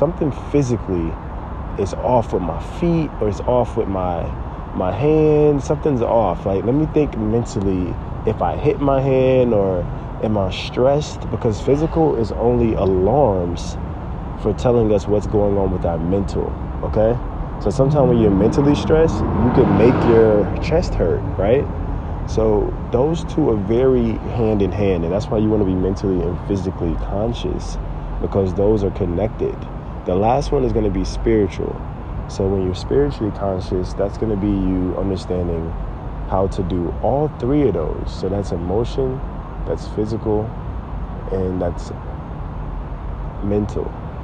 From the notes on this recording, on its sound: This podcast was recorded from a tree!